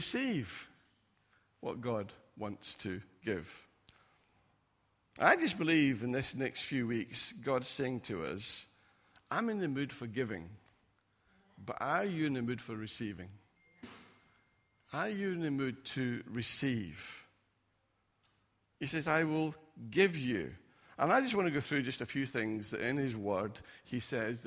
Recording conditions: large echoing room